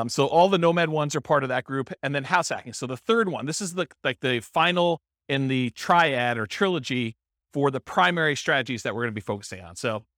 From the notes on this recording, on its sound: This was a live class recorded